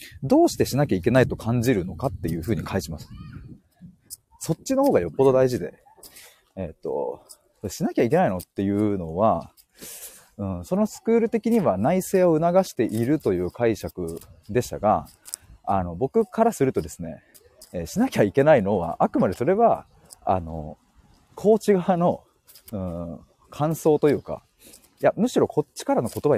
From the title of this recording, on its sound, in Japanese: 歩きながら話します